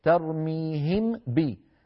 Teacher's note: ترتفع الشفتان على ميم ثم ارتفاع ثاني على باء